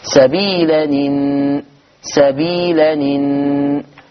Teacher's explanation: التنوين ده ما هو إلا نون ونون ساكنة، هبتدي أحرك النون بحركة الهمزة · Term: النقل